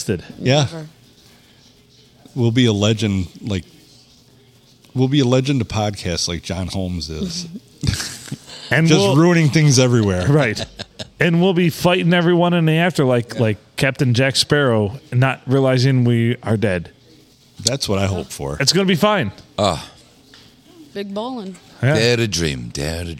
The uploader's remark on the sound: we record on a Monday night at the Blue in lovely Port Sanilac